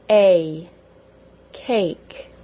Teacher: the end of the long A has a very brief Y sound attached